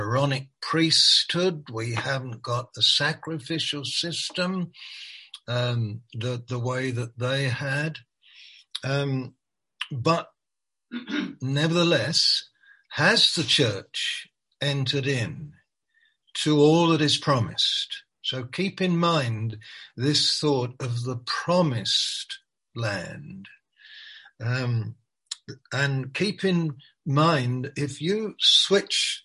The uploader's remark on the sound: Malaysia Meets (Zoom).